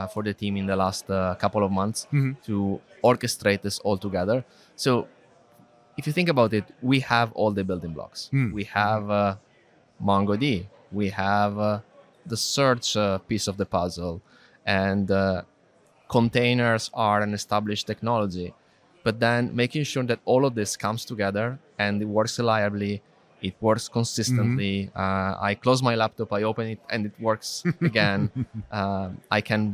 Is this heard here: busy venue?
yes